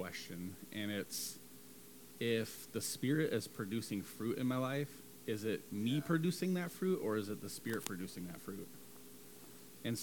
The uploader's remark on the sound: Audio a little low, working on that for the next episode.